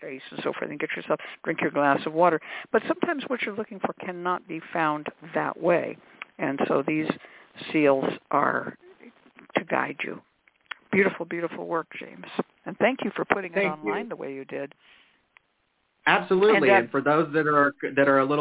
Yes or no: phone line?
yes